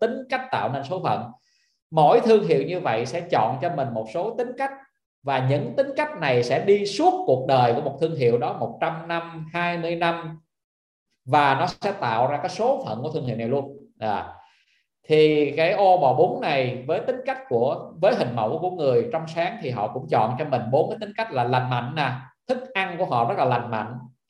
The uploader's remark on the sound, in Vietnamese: Nội dung âm thanh này đã được Arena Multimedia ghi âm lại từ nền tảng ứng dụng Zoom trong sự kiện Online Talkshow: DESIGN TO GROW - THIẾT KẾ ĐỂ TĂNG TRƯỞNG.